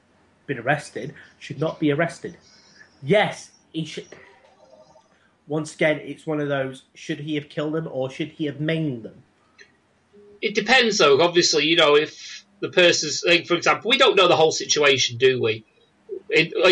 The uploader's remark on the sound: They gathered on Skype to record this episode. RAD is recorded "as live" and this show is no different!